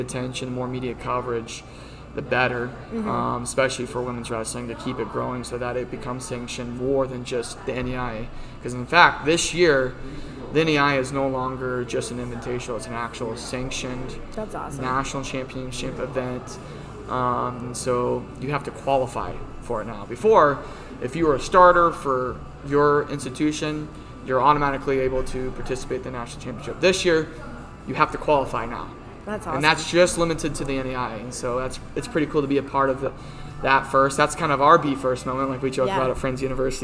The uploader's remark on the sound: This week we recorded at Cocoa Dolce in downtown Wichita.